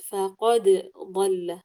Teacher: عند الدال تنفصل عن الضاد، فقد ضل، الدال مقلقلة والضاد مفخمة